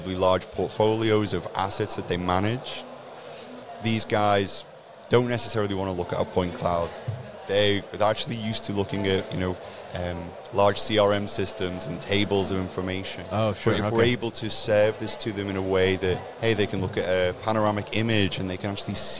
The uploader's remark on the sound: Day 2 of INTERGEO 2023 "LIVE" from Berlin!